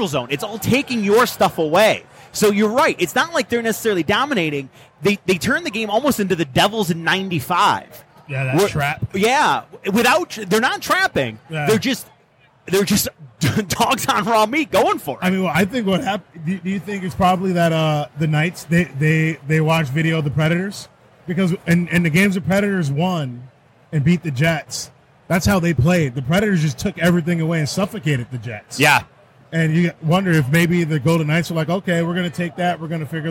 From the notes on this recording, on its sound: Live from Motor City Comic Con